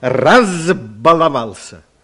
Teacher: «Б» – звонкий согласный звук, значит, перед ним звук «з».